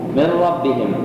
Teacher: تدغم النون الساكنة في الراء بدون غنة في مذهب جمهور أهل الأداء، وهو قراءة العامة لحفص من طريق الشاطبية التي هي قراءة · Term: الإدغام بغير غنة